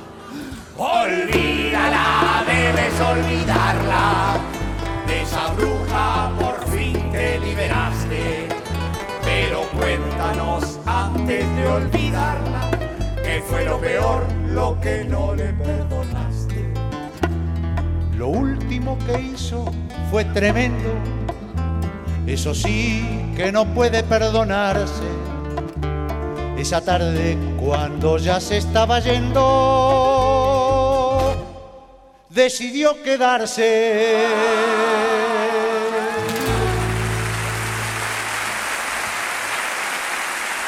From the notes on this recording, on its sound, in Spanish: Grabado en vivo en: Teatro Coliseo. Buenos Aires.